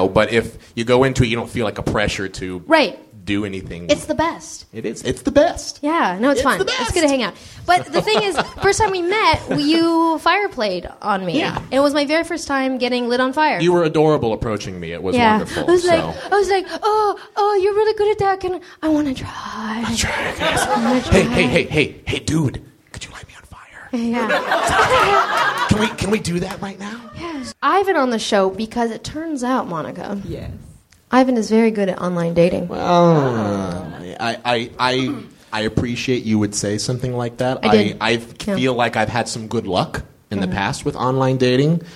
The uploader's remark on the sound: on stage live at Nerdmelt